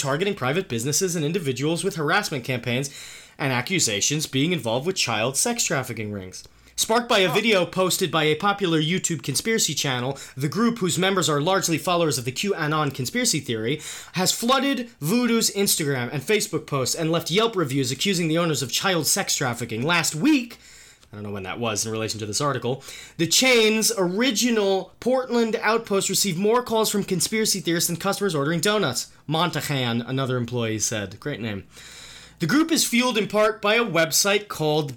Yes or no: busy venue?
no